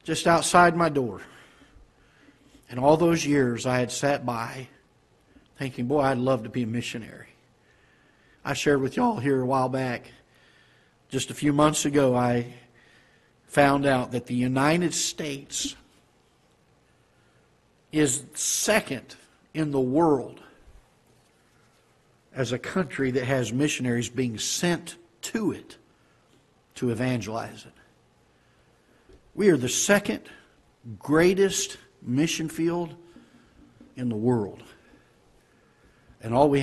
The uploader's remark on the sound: Ketha Heights Baptist Church ~ Live Broadcast